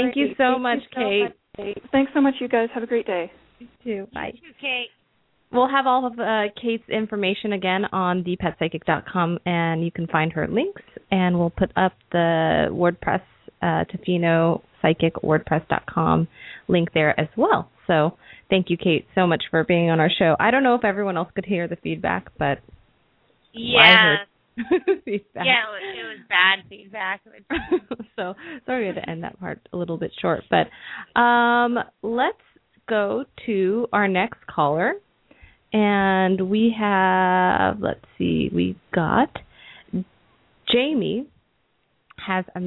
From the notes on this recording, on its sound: open up the lines for listeners to call